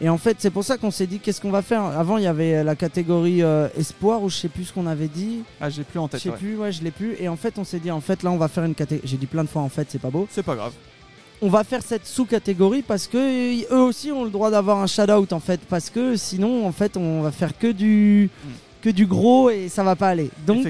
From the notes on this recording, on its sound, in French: Le podcast Rock et Metal hebdomadaire de la plateforme SVOD THE PIT et Gérard Drouot Productions, enregistré et diffusé en direct dans le bar parisien Hellfest Corner.